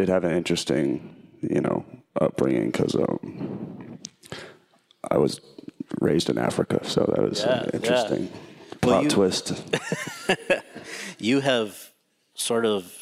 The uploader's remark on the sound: In front of an audience at the SCAD Savannah Film Festival.